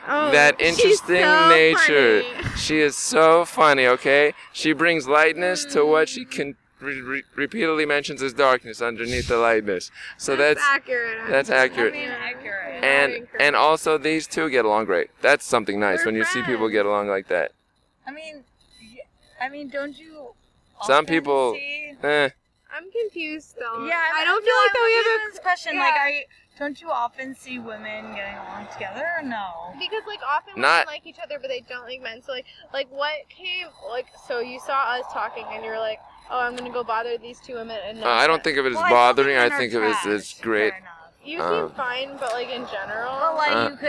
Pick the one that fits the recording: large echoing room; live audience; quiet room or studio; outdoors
outdoors